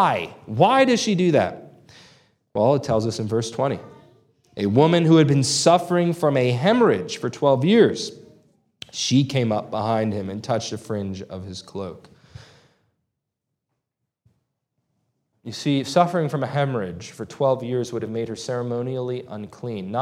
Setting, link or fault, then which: setting, large echoing room